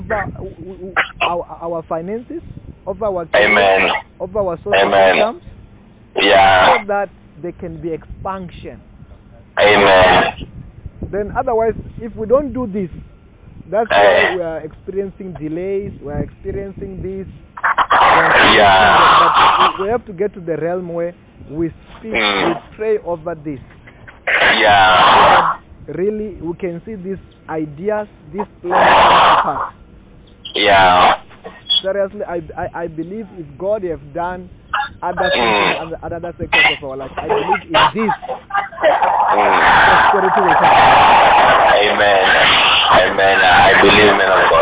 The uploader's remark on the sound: healing over the phone